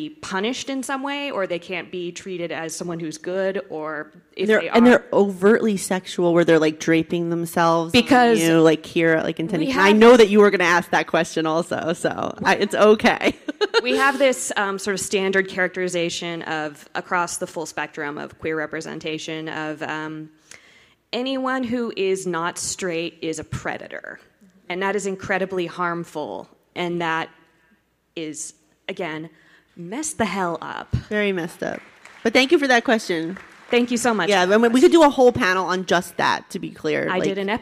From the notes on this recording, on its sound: Warrior Women of Star Trek (STLV 2019). STLV Panel.